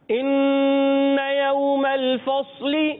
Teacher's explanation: نون مشدد میں ایک الف کا غنہ ادا کریں گے